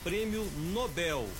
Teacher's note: se pronuncia Nobel, com a sílaba tônica bel, chamada oxítona